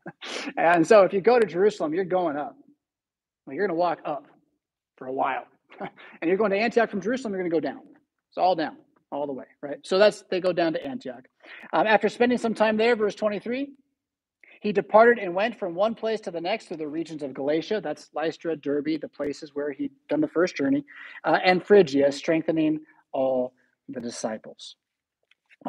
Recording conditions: large echoing room